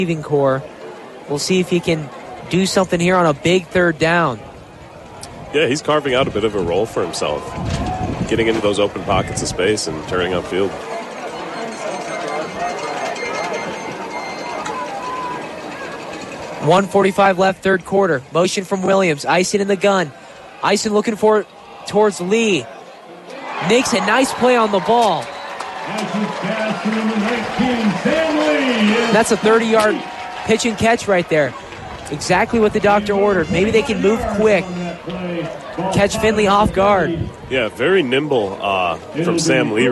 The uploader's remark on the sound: Live Hillsdale College Football broadcast